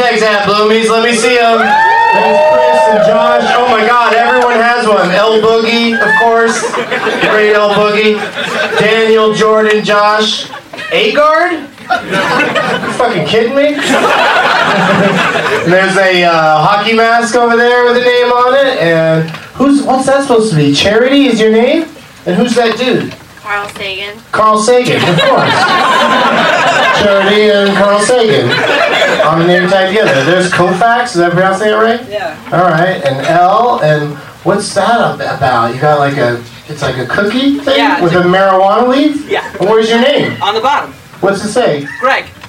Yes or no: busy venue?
yes